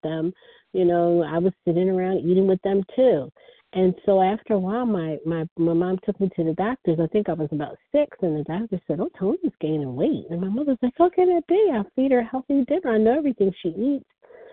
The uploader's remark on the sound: 100 Pounders Phone Meeting, 2/16/24.